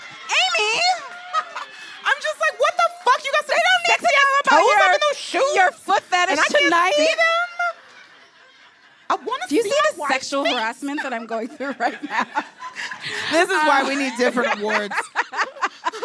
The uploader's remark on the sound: The Antidote LIVE from The Virgil in Los Angeles